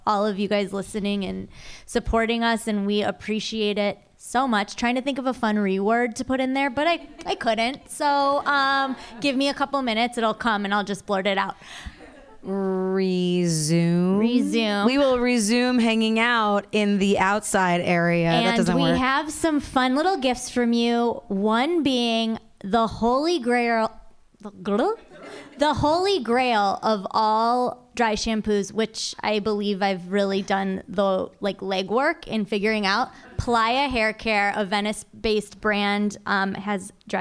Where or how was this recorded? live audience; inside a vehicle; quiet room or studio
live audience